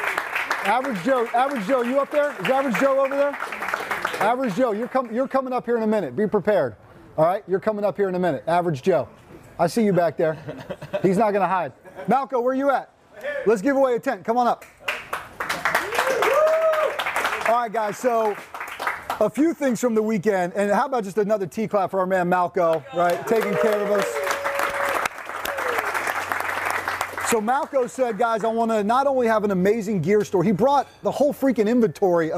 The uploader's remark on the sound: Live from the F3 10-year celebration in Wilmington